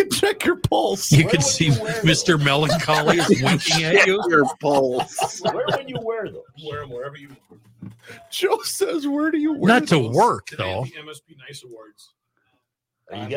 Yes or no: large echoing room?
no